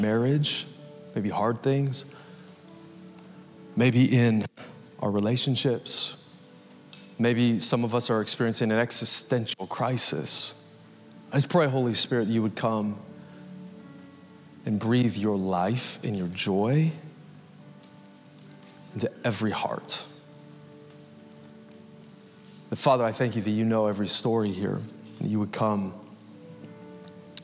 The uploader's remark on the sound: Recorded Live at Capital Church in Meridian, Idaho